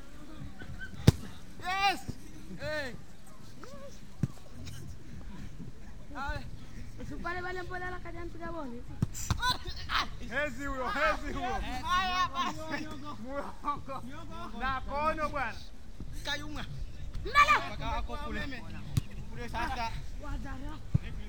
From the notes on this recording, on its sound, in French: Enregistrement sur une plage de Zanzibar en avril 2005.